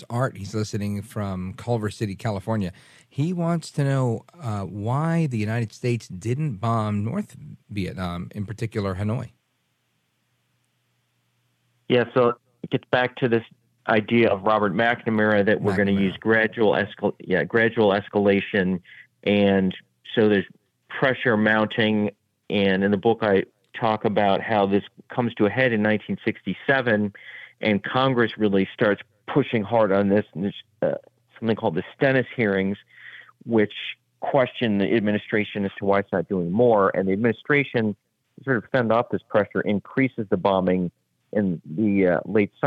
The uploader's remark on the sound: open phones across America